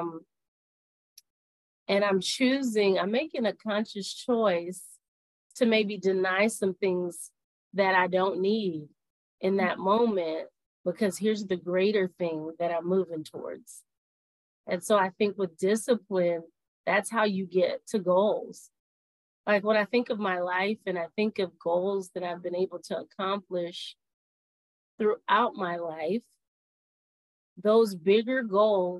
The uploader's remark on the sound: Audio was a bit choppy on this call so if you hear any glitches that is what I experienced on the call, as well.